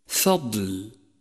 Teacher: لاحظ صفة الاستطالة لحرف الضاد في كلمة فضل. فضل، وحرف الضاد هو حرف الاستطالة الوحيد.